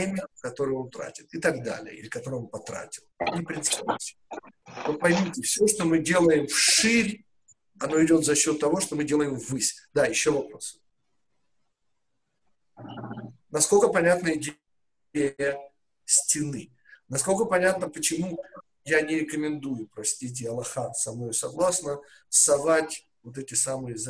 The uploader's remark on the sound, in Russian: Запись вебинара